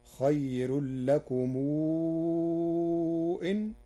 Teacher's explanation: قرأ ورش بصلة ميم الجمع مع مدها مدا مشبعا لوقوع الهمز بعدها